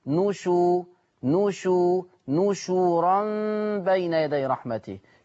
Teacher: ما حدش يقول لي نشرا خلاص ويسكنني الشين، لا انا عايز الشين تتضم كويس